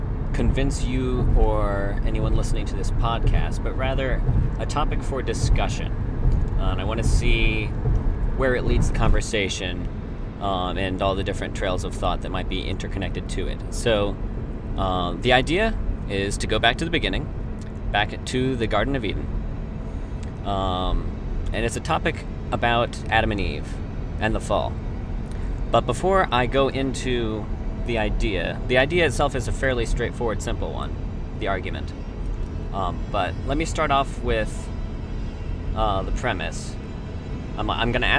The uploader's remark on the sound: gave us the opportunity to record on the long drive back